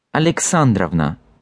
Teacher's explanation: You probably also noticed that I pronounce the ending itself as Ovna with clear O sound at the beginning, but in the actual patronymic, this O is turning into an A sound, Alexandrovna, sounding like Avna. This is a feature of Russian phonetics where unstressed O's sound more like A's.